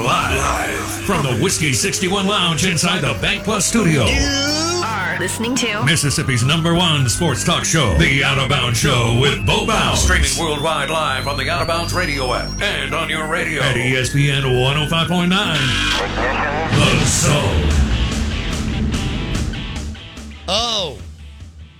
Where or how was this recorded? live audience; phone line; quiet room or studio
phone line